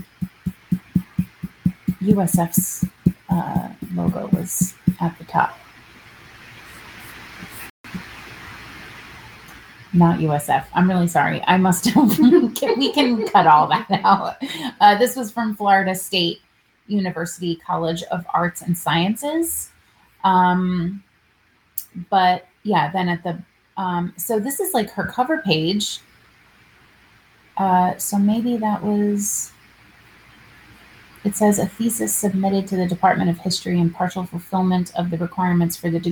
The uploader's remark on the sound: Please excuse the poor sound quality and background noises in this episode, which was recorded several months ago when we were still figuring out all of our settings.